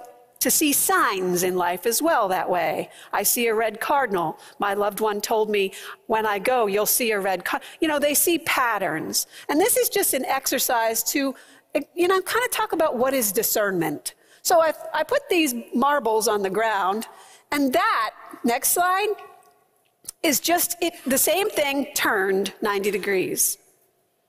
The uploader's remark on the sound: preached at First Presbyterian Church of Allentown